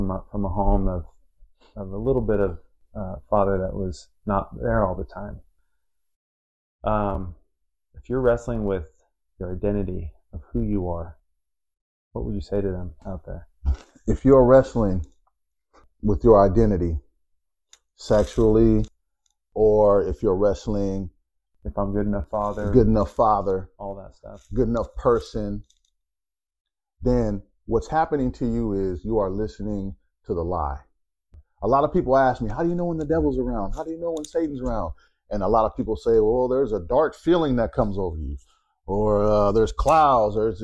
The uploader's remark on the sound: The sound within this episode does have a little interference due to a bad microphone